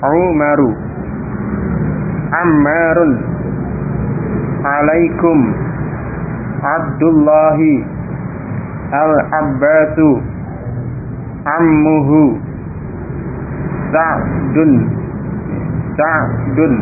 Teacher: Jadi perhatikan makhraj pengucapan huruf ain, ya, yang makhrajnya, tempat keluar hurufnya itu di halq, ya, di kerongkongan